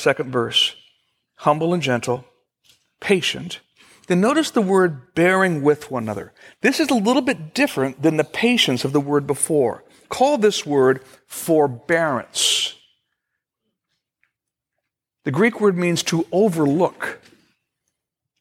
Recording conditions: large echoing room